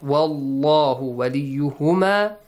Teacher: Pronounce the word Allah as with a full mouth.